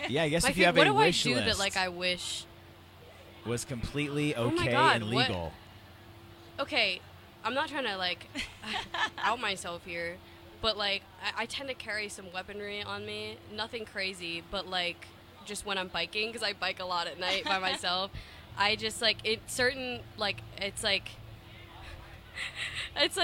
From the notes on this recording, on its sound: The Mix is live backstage at Lollapalooza 2023!